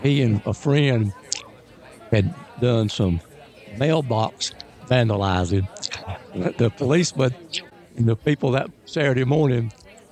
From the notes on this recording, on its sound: joined us at our booth during the 2024 ACSW Convention in Orange Beach, Alabama for our first ever on-location podcast!